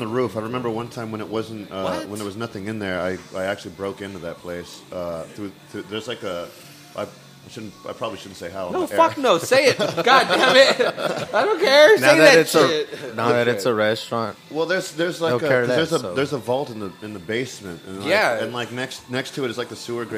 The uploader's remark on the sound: One of the reasons we like to record at XL Public House is, you never know who might walk in the door.